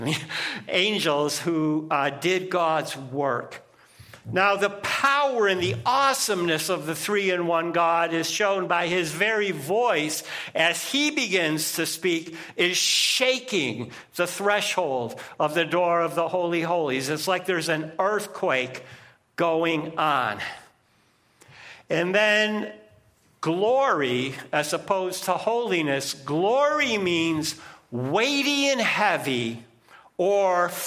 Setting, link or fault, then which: setting, large echoing room